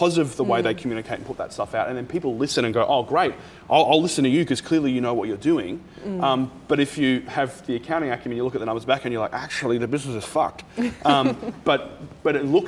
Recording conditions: live audience